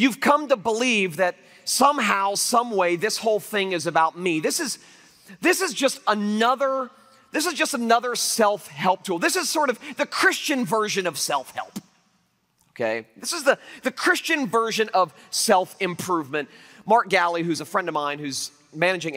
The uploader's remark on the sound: Liberty University Convocation, 2012